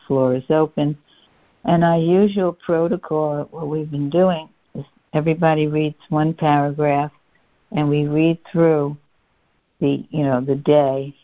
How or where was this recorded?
phone line